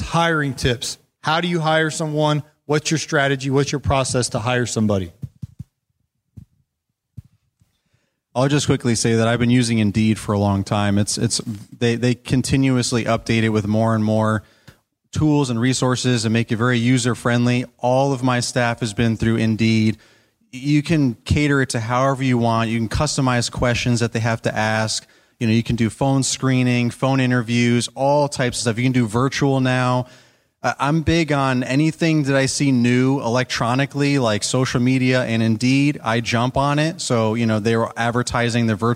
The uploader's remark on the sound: Kohler Lawn and Landscape Society Live Panel. This is the conclusion of our Live Panel Discussion at Kohler's event.